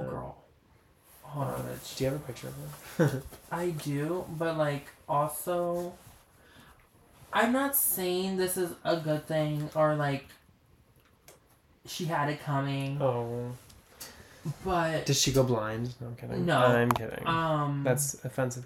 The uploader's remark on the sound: Dont mind that it sounds like we are recording in a well. New location who dis??